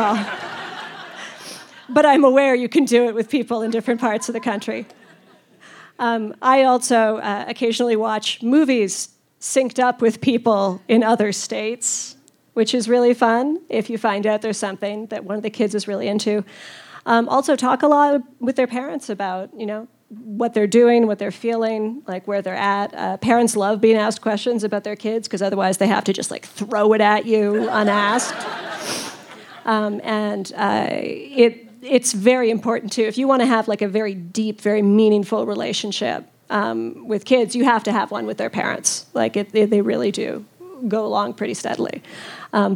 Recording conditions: live audience